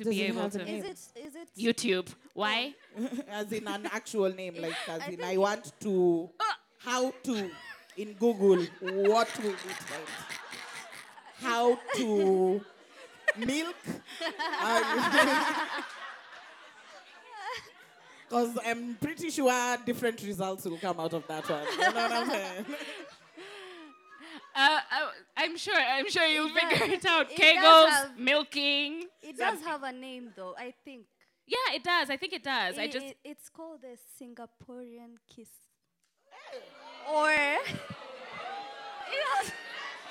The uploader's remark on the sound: Today’s episode is off the last LIVE recording.